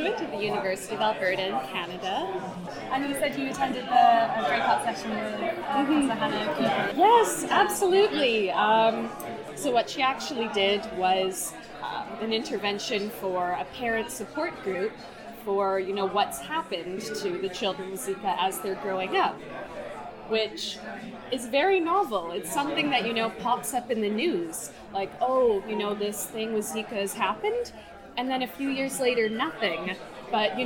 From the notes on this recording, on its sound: Recorded at the 4th Annual Rhodes Healthcare Forum